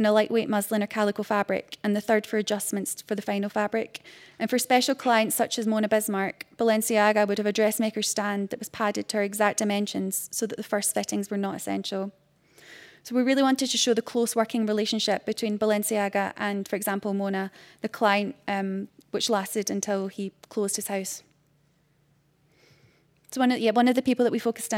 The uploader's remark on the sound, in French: Enregistrée le 12 avril 2018 dans le cadre du colloque "Ce qu'exposer veut dire".